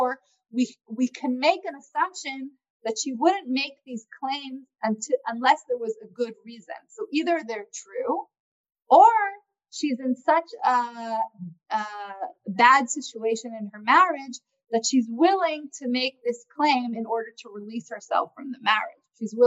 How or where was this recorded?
video call